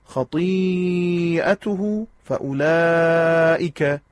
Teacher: نکته دوم، قبلا اشاره کردیم در کلماتی که مد متصل دارن و مجاوره هم هستن باید دوستان در توازنش دقت کنند. خطیئته فاولئک، دو تا مد متصله که حداقل باید 4 حرکت کشیده بشن